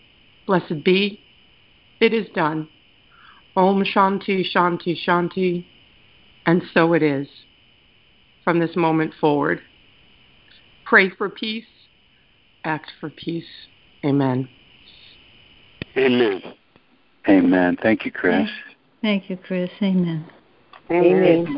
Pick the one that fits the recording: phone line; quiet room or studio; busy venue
phone line